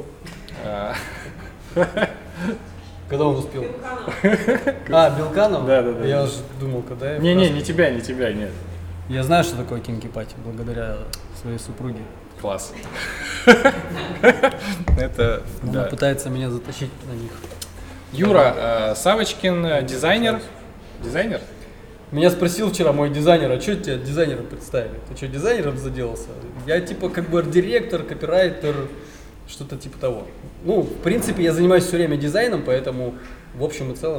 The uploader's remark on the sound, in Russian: Свершилось — записали первый публичный подкаст